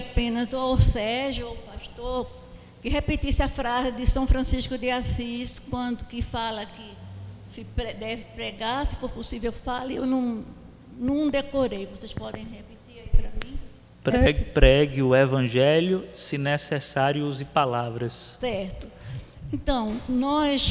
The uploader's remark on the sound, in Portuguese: Debate. Além da participação do público presente.